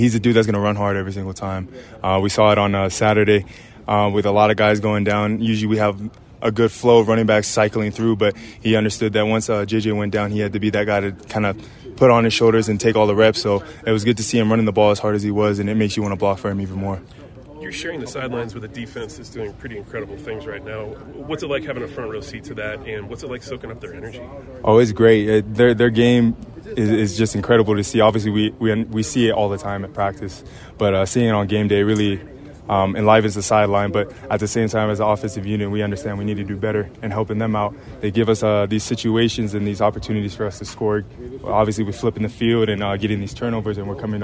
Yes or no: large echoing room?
no